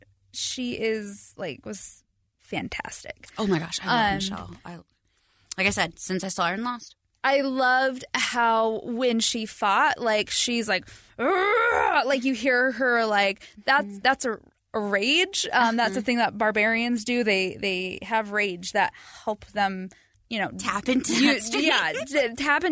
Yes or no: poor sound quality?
no